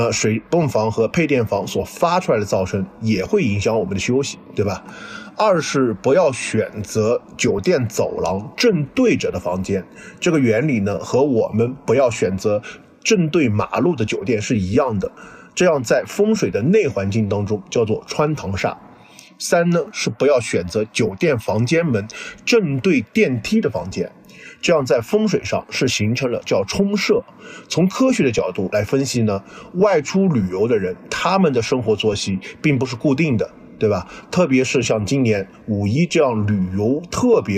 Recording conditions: outdoors